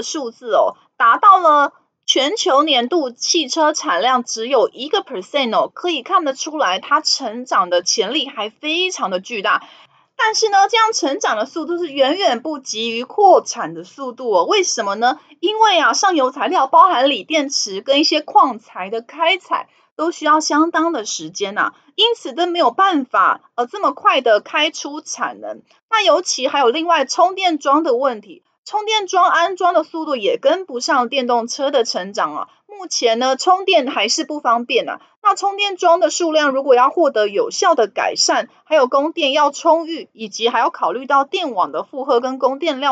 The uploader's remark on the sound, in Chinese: 本集有些許雜音，已亟力避免，如有察覺請多多包涵